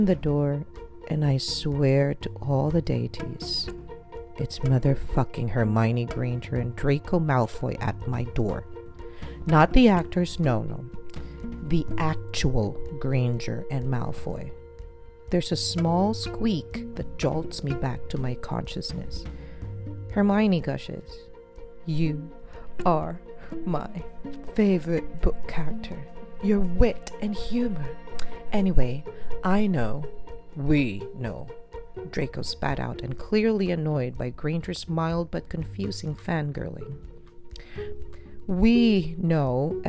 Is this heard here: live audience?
no